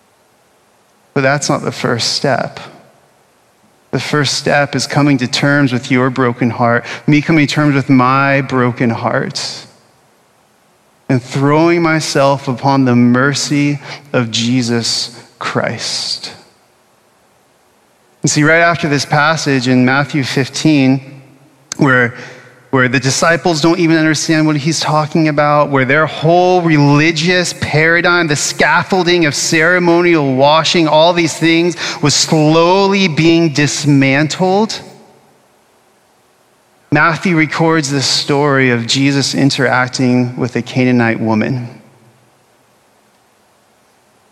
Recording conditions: large echoing room